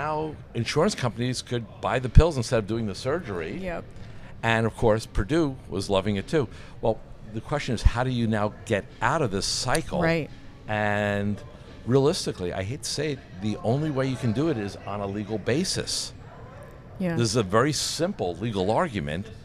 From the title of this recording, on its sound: Live from ClaimsXChange